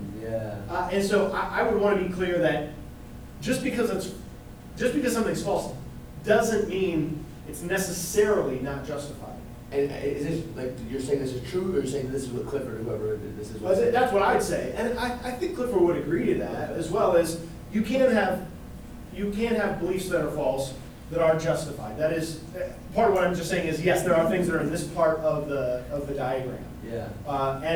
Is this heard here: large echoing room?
yes